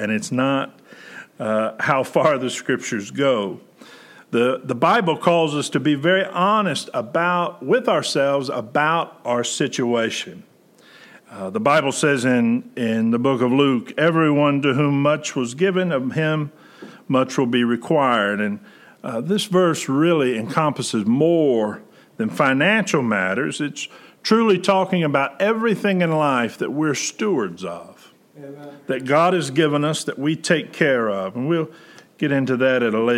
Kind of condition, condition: setting, large echoing room